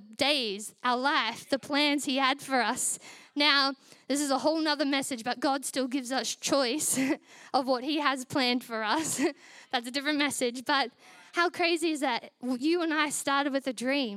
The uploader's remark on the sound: Recorded during our Melbourne East service on Sunday, the 21st of January 2024